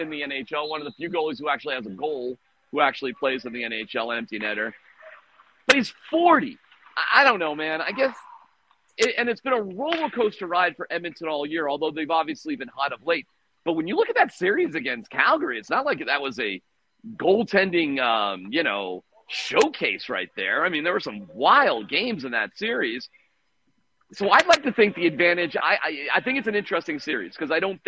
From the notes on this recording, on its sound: live from Ball Arena after morning skate